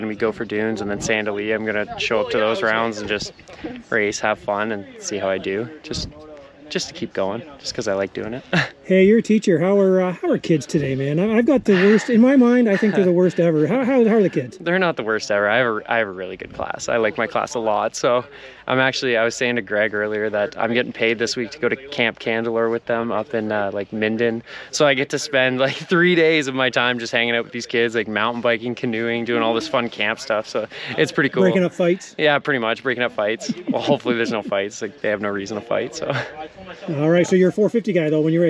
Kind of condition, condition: setting, outdoors